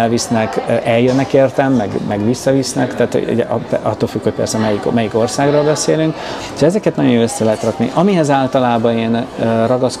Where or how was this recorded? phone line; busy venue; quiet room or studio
busy venue